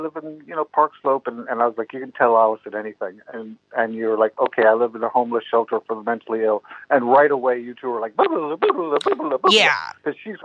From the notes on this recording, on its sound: Due to a foot injury I had to call in to this fascinating episode.